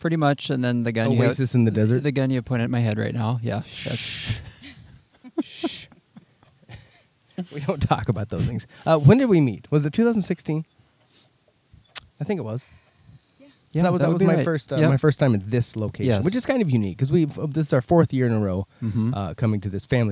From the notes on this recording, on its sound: out in nature on location in Alexandria, MN